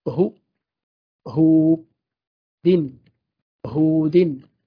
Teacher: نلاحظ هنا أننا مددنا الضمة التي على الهاء لوجود الواو بعدها · Term: المد الطبيعي